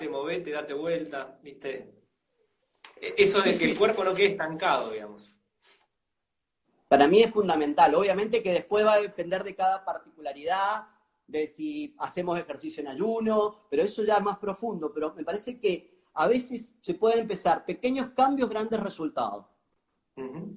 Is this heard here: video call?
yes